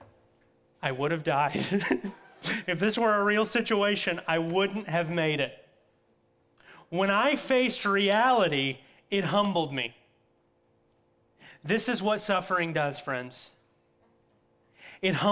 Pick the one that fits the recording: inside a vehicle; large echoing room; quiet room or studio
large echoing room